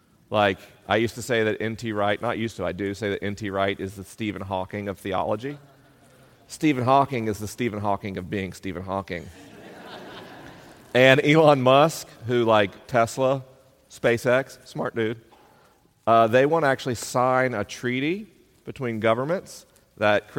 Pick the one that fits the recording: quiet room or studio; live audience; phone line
live audience